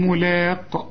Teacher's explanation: إذا وقفت على هذه الكلمة تقول ملاق، وتقلقل القاف